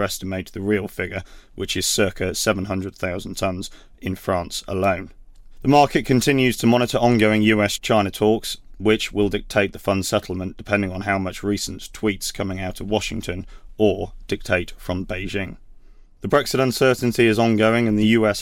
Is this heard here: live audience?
no